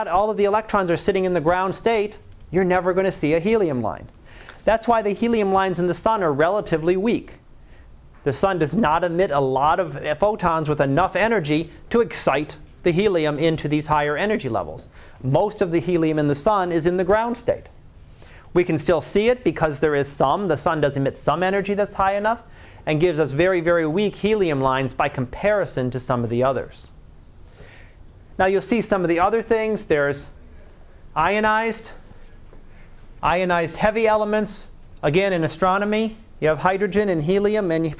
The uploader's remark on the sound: Live Class Lecture